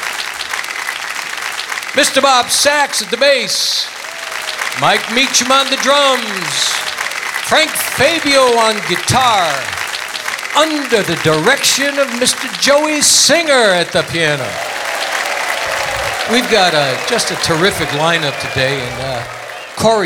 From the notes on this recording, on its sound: Live at the SouthPoint Casino